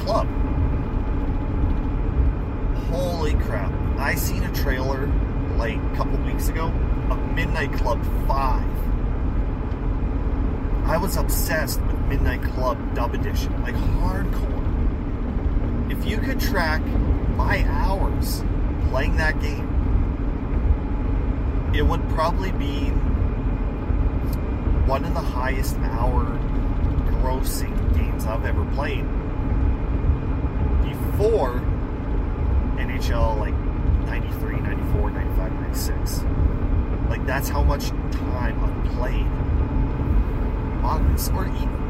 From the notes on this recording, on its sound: Of course I screwed up on the audio again because I had my FM modulator plugged in which cancels by microphone so there's going to be a lot of loud background noise.